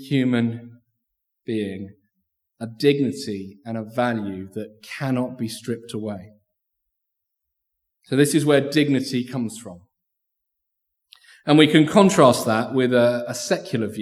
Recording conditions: large echoing room